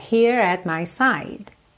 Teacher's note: Aqui enrola a língua no here, porque juntou no at.